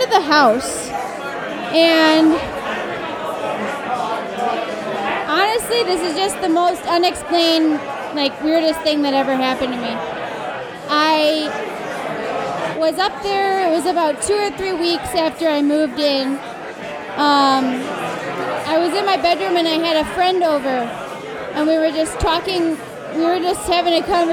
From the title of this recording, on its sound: Behind the Scenes at Milwaukee Paranormal Conference 2015